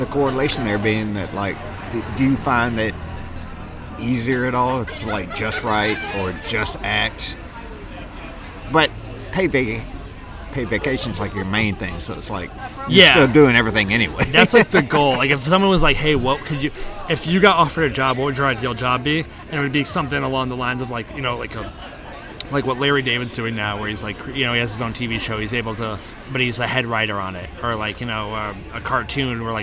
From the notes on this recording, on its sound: Its another open air episode recorded in one shot at Village Pub & Beer Garden